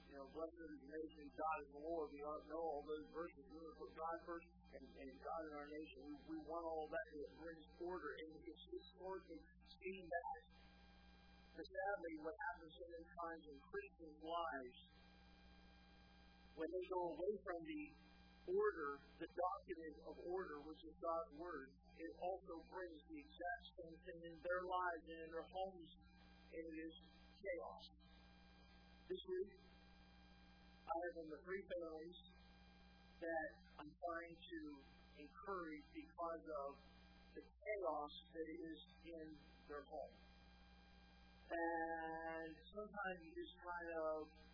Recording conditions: large echoing room